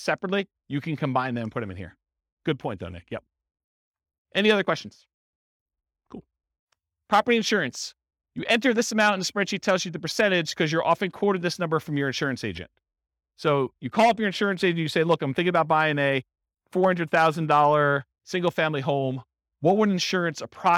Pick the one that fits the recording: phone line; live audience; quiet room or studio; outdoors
live audience